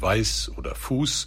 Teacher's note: das SZ steht für den stimmlosen S-Laut, sowie in Weiß oder Fuß